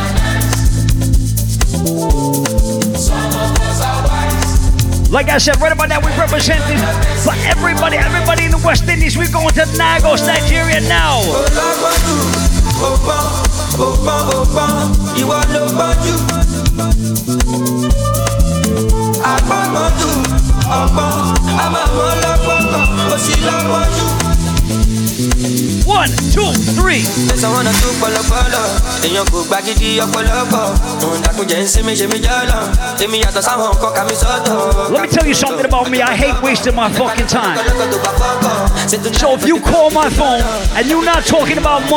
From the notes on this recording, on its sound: Live audio recording from my set at Sundeh Day Club in Bethesda, MD on Nov 26th.